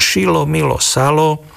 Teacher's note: na stredoslovenskom území je to zjednodušenie spoluhlásových skupín dl, tl na jednu spoluhlásku a tie stredoslovenské nárečové podoby poznáme ako šilo, milo, salo.